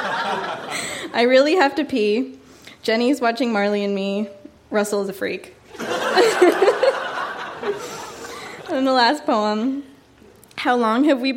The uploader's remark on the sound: Recorded live at the Victoria Event Centre in Victoria.